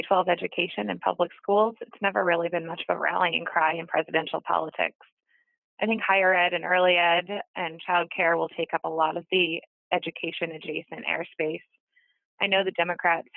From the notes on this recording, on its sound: She called